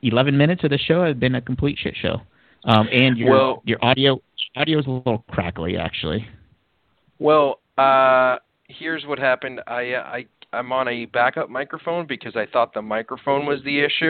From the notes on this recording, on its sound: go live and take calls most of the show